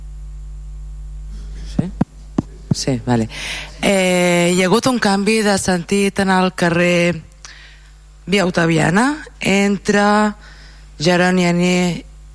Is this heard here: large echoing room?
yes